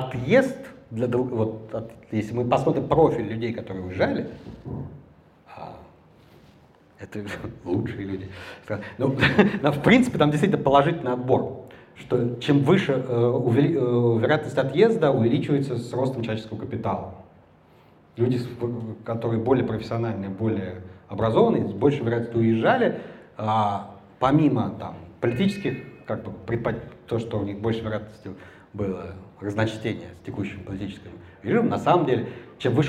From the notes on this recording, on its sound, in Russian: Лекцию в рамках Hume Welcome Days в Ереване. Это запись лекции.